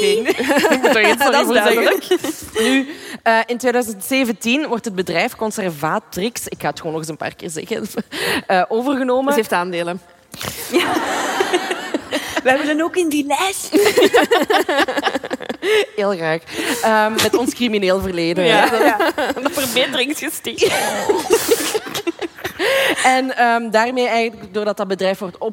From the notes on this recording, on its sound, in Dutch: live vanop het DS Podcastfestival in Oostende